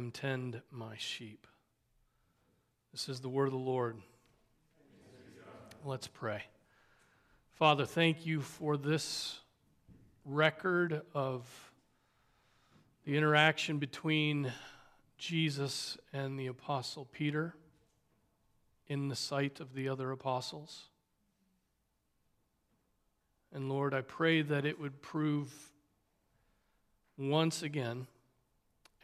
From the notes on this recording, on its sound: Preached on October 22, 2023 at Trinity Presbyterian Church (Evangel Presbytery) in Spartanburg, SC.